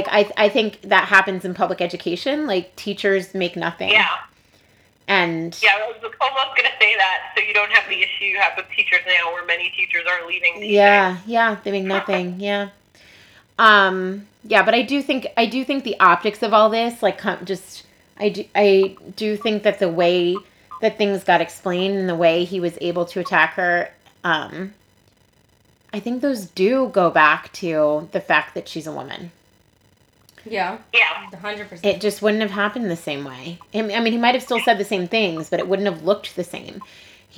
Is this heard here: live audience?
no